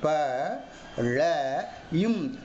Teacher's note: அந்த ழ என்று சொல்லுகிற போது நமது அன்னத்தின் வாயில் உள்ள கடைப்பகுதியில் வருடுகிறது · Term: சிறப்புழகரம்